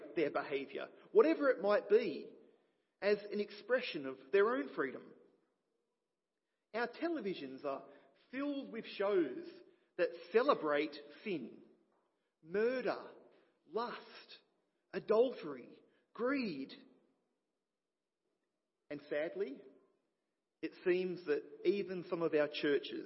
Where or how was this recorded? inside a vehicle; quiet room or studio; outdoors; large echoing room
large echoing room